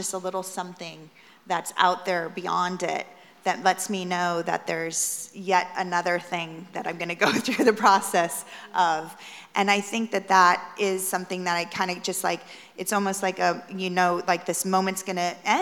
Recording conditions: live audience